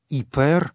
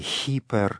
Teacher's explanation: в этой греческой приставке в древности был вначале особый призвук, так называемое «густое придыхание» · Shown in: second take · которое перестало произноситься в дальнейшем, поэтому в средневековом византийском чтении